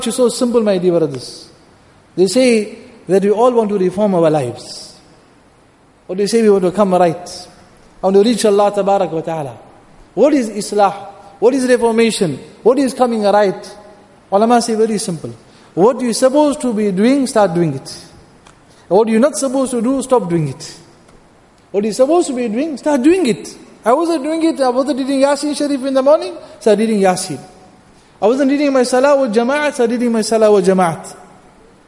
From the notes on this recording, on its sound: Jumuah Lecture at Masjid Al Hilal